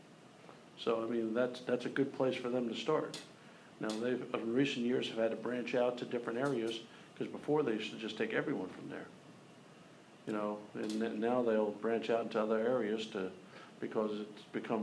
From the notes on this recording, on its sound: press conference